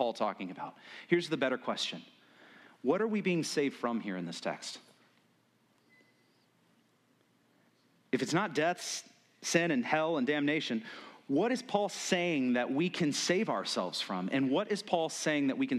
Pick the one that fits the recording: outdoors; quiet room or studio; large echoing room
large echoing room